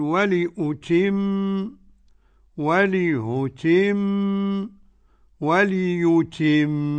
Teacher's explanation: تحقيق الهمزة، والتسهيل بين بين، والتسهيل بين بين، والإبدال ياء، والإبداء تبدل ياء محضة على طول كده، وليتم. · Term: ثلاث أوجه